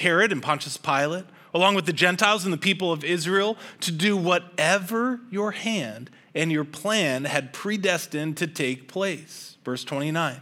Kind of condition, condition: setting, large echoing room